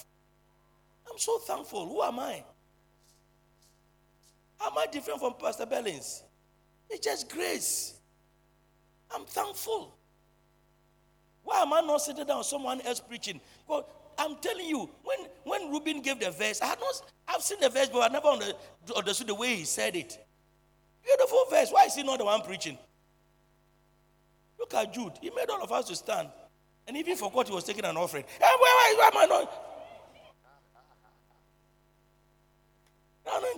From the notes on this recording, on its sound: Preached at the Truth Cathedral, Loyalty House International